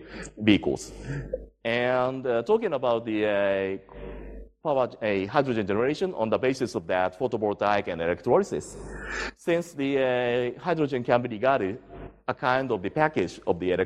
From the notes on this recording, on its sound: IFE Distinguished Visitor Lecture, recorded 17 August 2017 at QUT